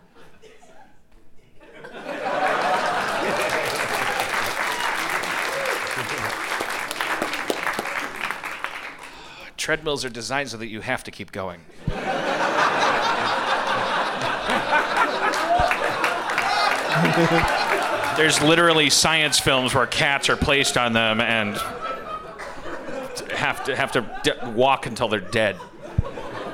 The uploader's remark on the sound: Live from San Francisco Sketchfest